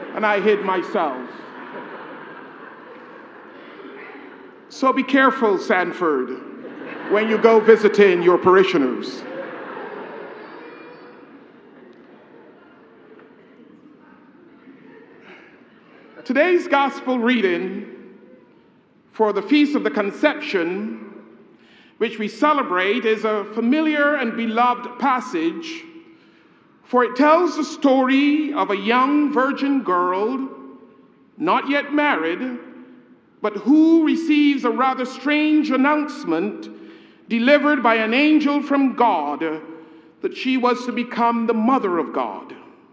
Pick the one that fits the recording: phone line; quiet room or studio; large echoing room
large echoing room